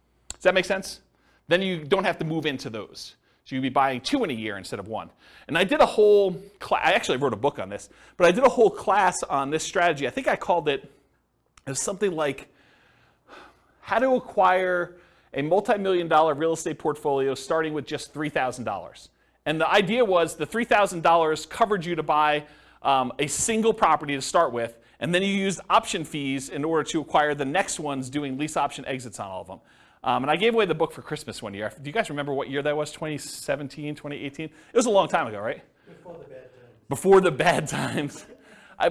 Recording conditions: live audience